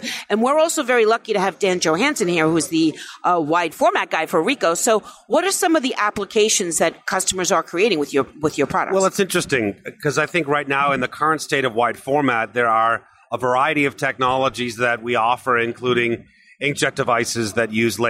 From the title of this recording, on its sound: Live from ISA Sign Expo